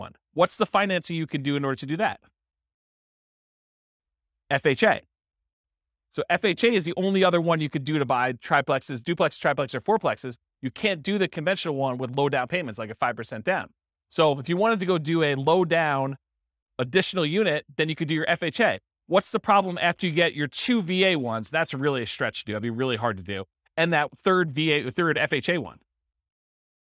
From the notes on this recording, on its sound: This was a live class recorded